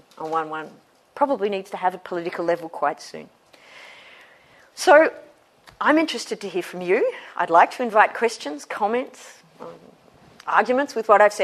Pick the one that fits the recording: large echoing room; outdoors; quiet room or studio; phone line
large echoing room